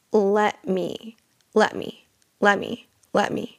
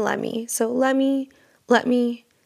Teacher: So you won't actually hear me say the T. · Shown in: first take · Term: the T stop